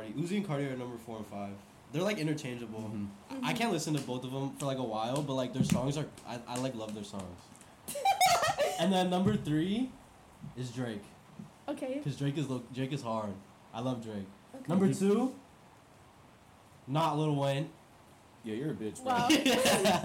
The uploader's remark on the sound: PLEASE EXCUSE THE CRAPPY AUDIO!! We were having trouble with the mics.